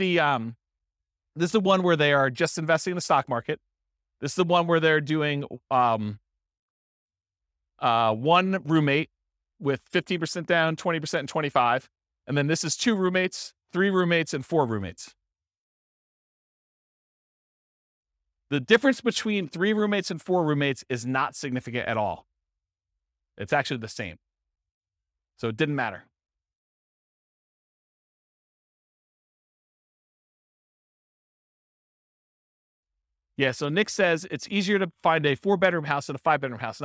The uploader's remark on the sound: This was a live class recorded